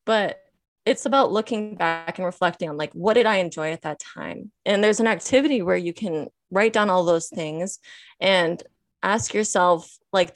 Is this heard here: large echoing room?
no